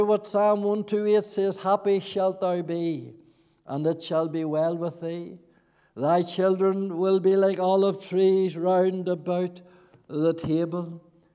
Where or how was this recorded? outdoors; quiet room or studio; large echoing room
large echoing room